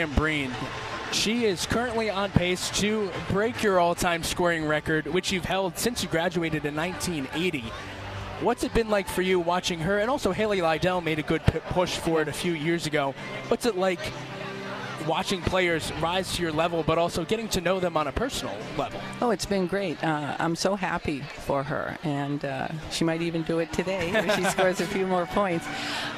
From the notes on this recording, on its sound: During halftime of the UMass Minutewomen vs Davidson Wildcats basketball game on Sun Feb 19, 2023 from the Mullins Center. Joined live on the Official Radio Network of UMass Women's Basketball.